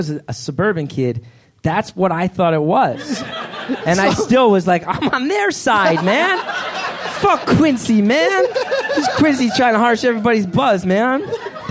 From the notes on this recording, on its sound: This first episode was recorded live at UCBEAST as part of the CBGB Festival.